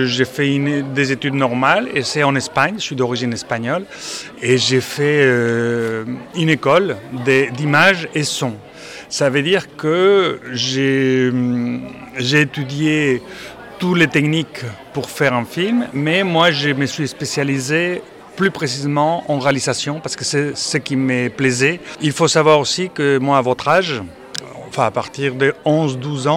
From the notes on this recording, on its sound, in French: Le festival vidéo d'Auchel. Aller dans les allées du festival vidéo d'Auchel.